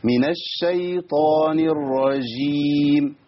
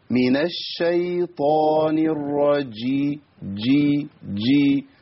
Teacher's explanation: الجيم لابد من تعطيشها وبيان صفة الشدة والجهر فيها · Shown in: second take